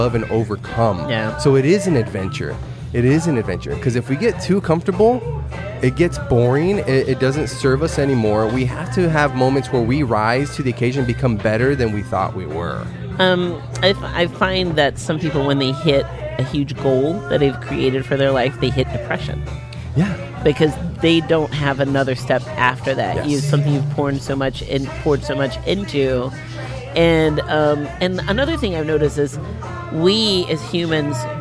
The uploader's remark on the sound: at the home for Wednesday night's open mic Casey's Woodshed in Tempe, AZ.